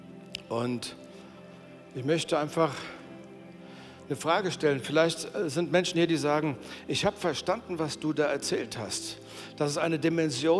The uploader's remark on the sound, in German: aus unserem Gottesdienst